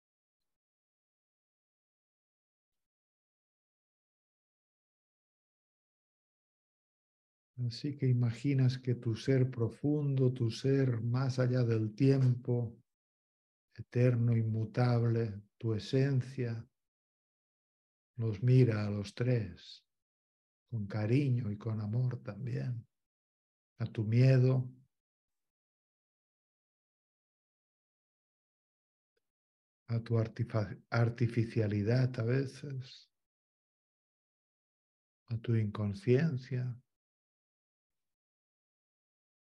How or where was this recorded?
video call